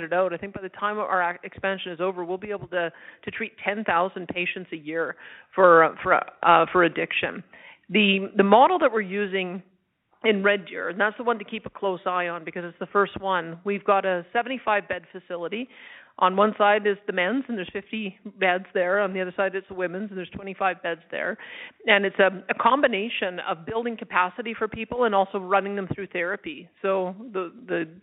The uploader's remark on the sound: Held an interactive telephone town hall.